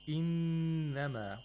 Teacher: We have a noon which is mushaddad. You have to apply ghunna for two vowel counts